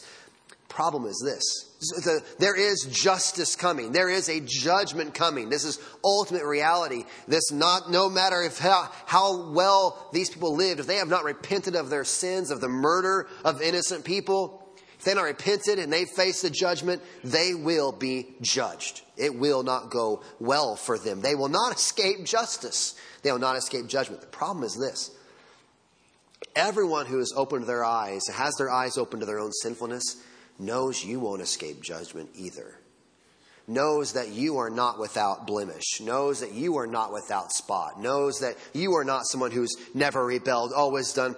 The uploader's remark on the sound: Sunday Morning Sermon Audio